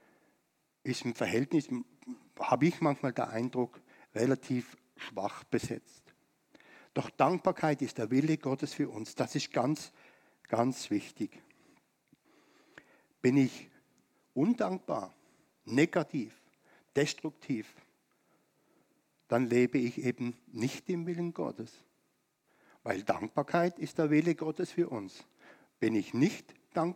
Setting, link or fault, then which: setting, large echoing room